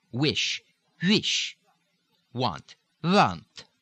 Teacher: the initial W, the W, W sound, which is going to migrate slightly toward a V, or even a breathy V, sort of halfway between the V and the F.